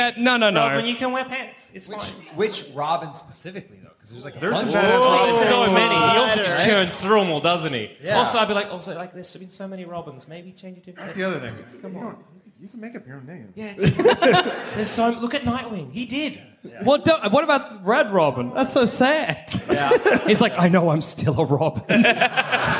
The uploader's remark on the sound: Recorded live from Sydney.